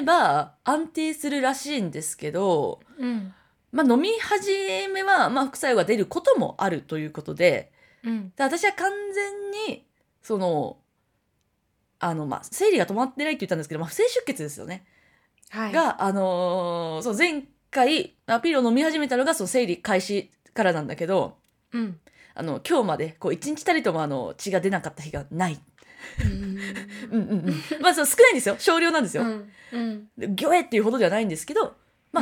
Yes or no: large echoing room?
no